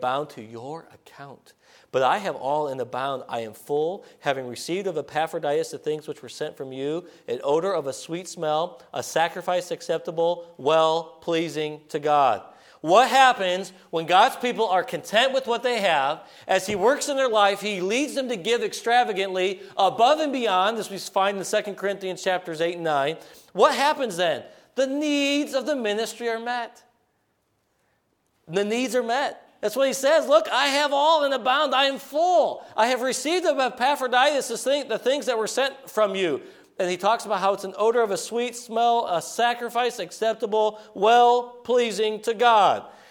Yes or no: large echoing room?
yes